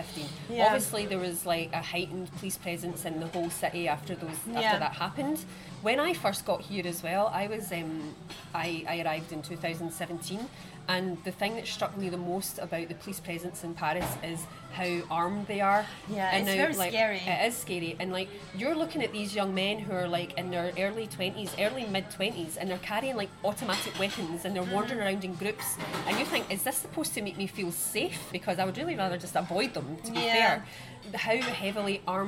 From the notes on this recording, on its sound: We recorded this episode on 2 December 2023, at Paradis du Fruit. We recorded this episode on 2 December 2023, at Paradis du Fruit .